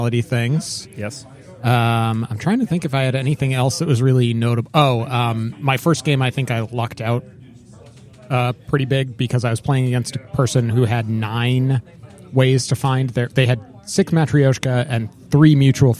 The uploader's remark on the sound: Interviews from Startup Tournament #2. Brought the mics to their second Startup Tournament they organized in Derry, New Hampshire at Midgard Hobbies and Games.